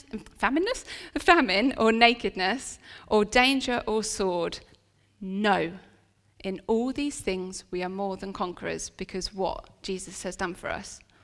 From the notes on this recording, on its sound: This sermon was recorded on Sunday 26th November 2023 at our Great Denham venue.